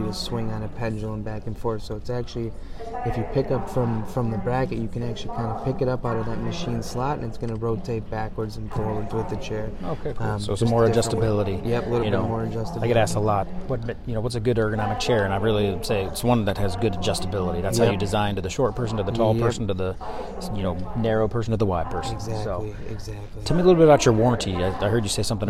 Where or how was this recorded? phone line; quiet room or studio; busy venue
busy venue